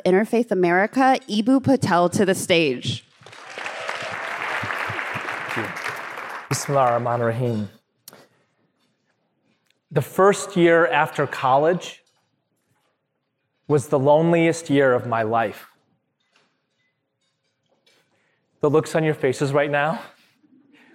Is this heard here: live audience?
yes